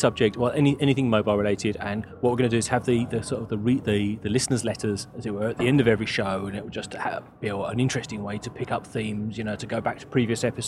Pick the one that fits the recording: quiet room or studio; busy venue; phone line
busy venue